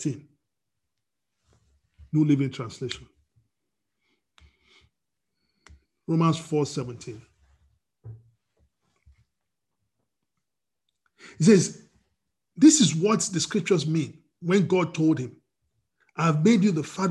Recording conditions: video call